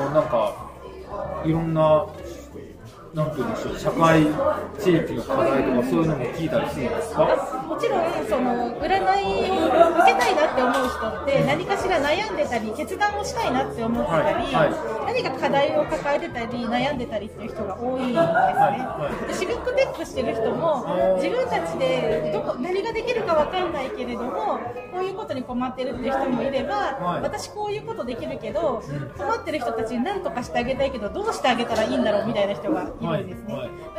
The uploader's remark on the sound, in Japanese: シビックテックミートアップ2022「いざ岐阜へ」の企画で、イベント会場にお邪魔したり、その場でお声がけをして、インタビューや雑談形式で話を伺ってそれをポッドキャストに収録する現地レポートとなります。